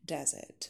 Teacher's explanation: произносим с ударением на первый слог